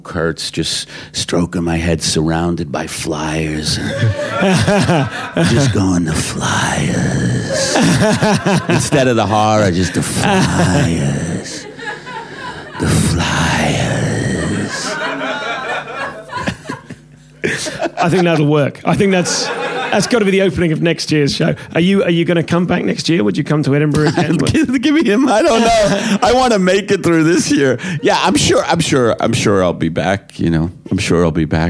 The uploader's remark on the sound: In this live show.